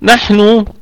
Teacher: نحن النون فيها في الدرجة الخامسة في أقل درجات الغنة، في الدرجة الخامسة من درجات الغنة، والحاء فيها الرخاوة وفيها الهمس